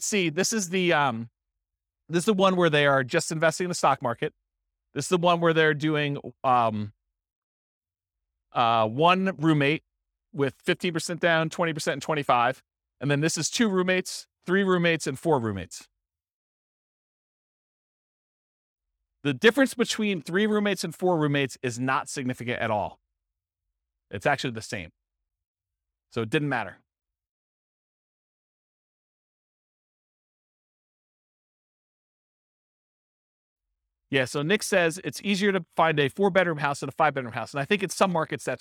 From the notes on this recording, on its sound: This was a live class recorded